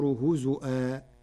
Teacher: قرأ ورش كلمة هزوا بهمز الواو فتصير هزؤا جريا على لغات العرب